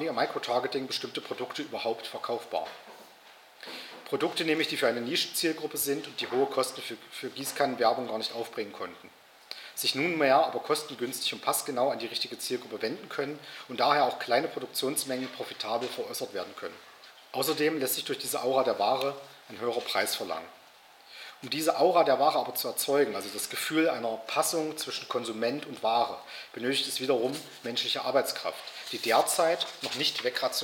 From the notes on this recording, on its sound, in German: Veranstaltet vom Alternativen Vorlesungsverzeichnis der Uni Halle Melanchthonianum Universität Halle, Hörsaal XXVIII.